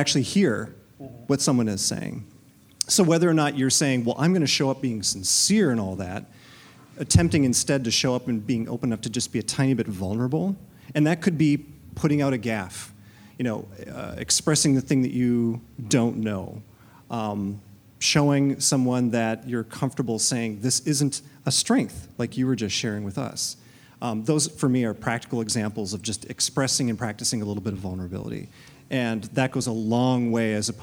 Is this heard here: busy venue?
yes